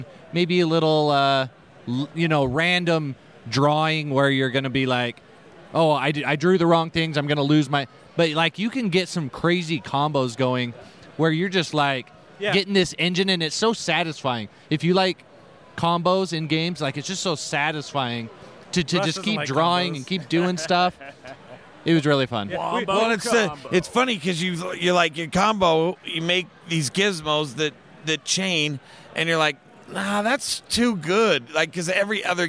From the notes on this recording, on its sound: SaltCON 2019 Special. We recorded live from the convention!